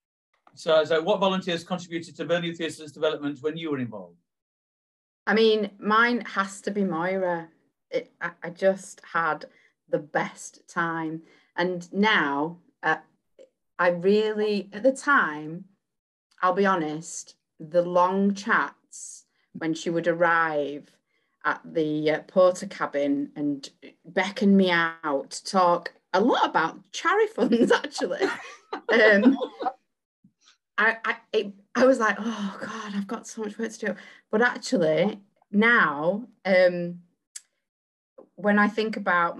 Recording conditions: video call